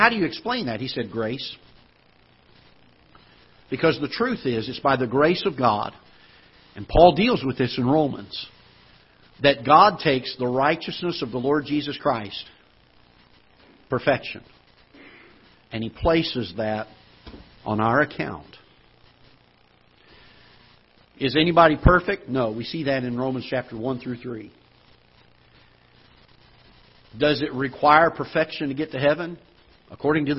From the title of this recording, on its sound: Ketha Heights Baptist Church ~ Live Broadcast